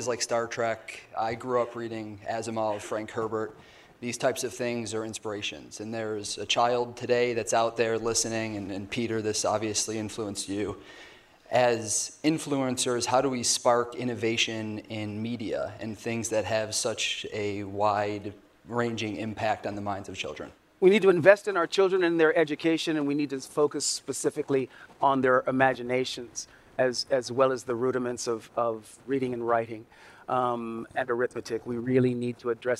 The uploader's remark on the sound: A special recording at Visioneering. Live from Paramount Studios.